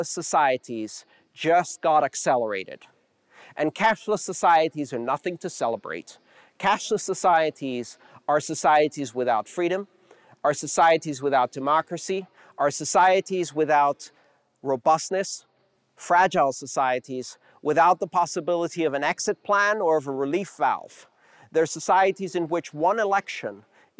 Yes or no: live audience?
yes